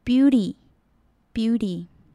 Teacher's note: T 的音我们不会发得很重，比较轻，有点接近 D 的音